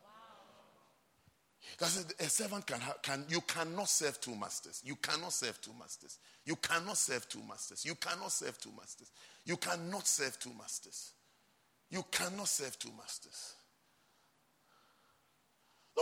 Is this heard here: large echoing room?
yes